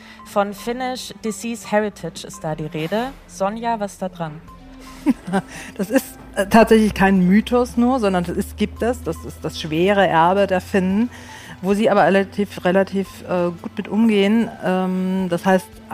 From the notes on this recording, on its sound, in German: Live aufgenommen - beim "WELT Summit - Future of Health".